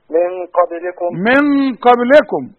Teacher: والغنة تخينة من اجل القاف